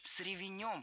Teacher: Ударение в русском языке подвижное, и оно у нас передвинулось на окончание. И беглой гласной здесь быть не должно.